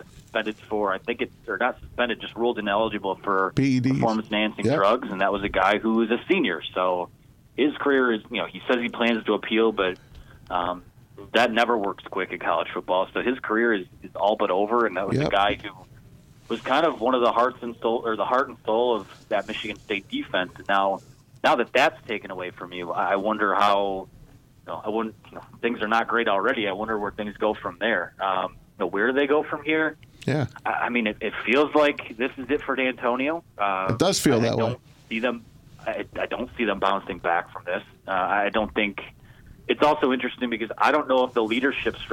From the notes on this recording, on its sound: In-studio. Joined on the phones by special guests.